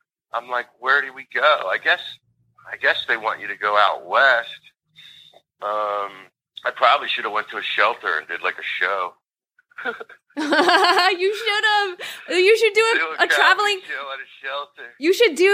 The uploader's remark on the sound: Joins … over the phone from Southern Florida.